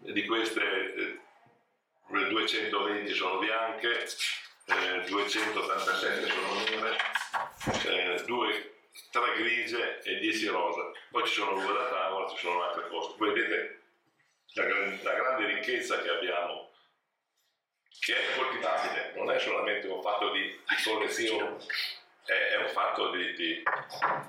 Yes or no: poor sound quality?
yes